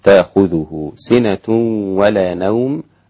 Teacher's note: أسقط الغنة الإمام خلف